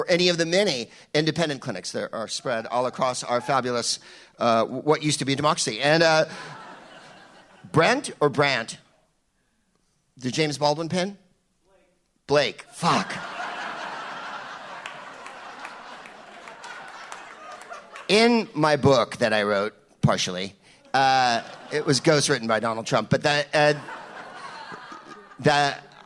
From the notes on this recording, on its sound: Live from the Bell House in Brooklyn.